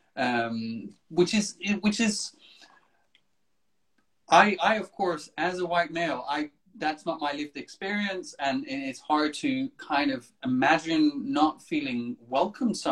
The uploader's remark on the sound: Recorded on 22 August 2020 on Instagram Live